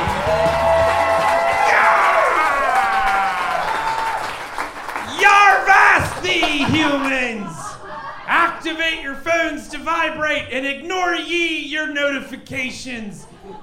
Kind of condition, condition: setting, live audience